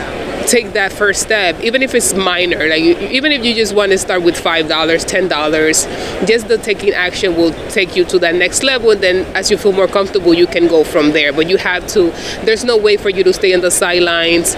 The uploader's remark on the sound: LIVE from the conference floors of FinCon22.